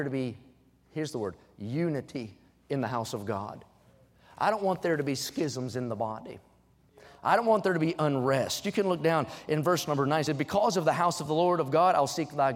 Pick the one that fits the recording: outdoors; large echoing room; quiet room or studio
large echoing room